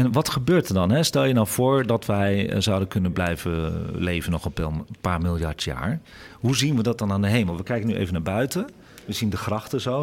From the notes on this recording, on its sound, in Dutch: Deze live uitzending is opgenomen in het Allard Pierson Museum te Amsterdam voor AmsterdamFM.